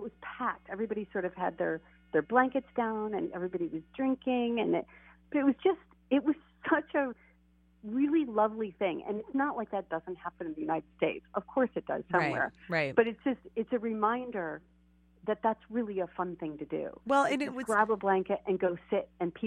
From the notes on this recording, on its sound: I called in from Paris this week, and I am hoping that I signed up for the right AT&T international plan!